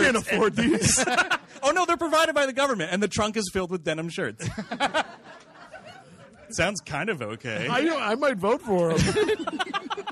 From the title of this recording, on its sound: Live in D.C.